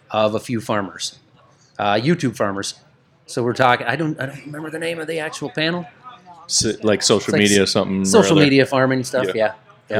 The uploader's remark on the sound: Live from the RTB Ball Room. Are in town for a farm show so we took the opportunity to throw a party at Round the Bend Steakhouse and record a live episode!